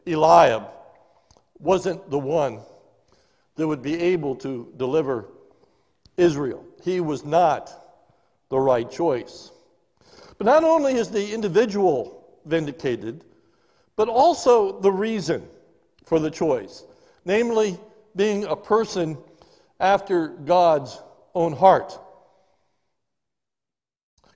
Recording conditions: large echoing room